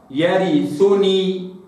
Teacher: لابد في هذه الكلمة أن أراعي كسر الراء جيدا وضم الثاء أيضا جيدا